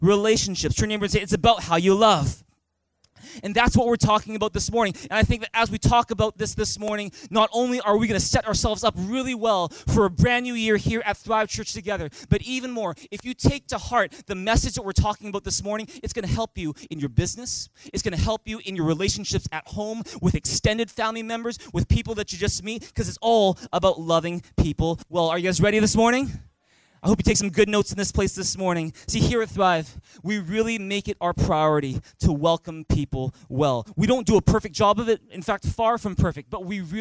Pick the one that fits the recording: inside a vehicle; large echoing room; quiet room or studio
large echoing room